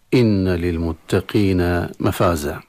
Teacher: النون المشددة حكمها الغنة بمقدار حركتين، هذا وقفا ووصلا واتفاقا عند القراء